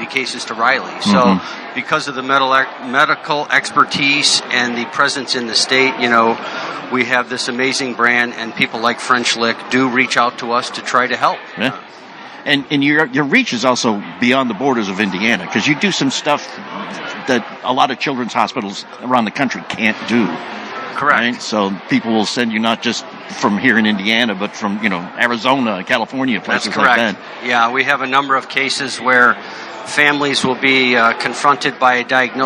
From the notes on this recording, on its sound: Live from the Media Days for the inaugural #SeniorLPGAChampionship at the Pete Dye course at French Lick Resort.